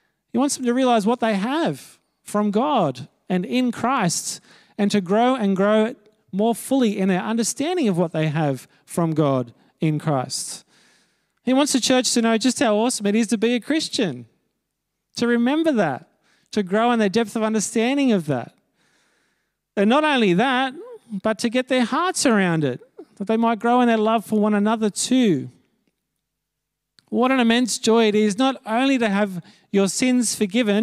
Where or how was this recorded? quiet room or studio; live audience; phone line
live audience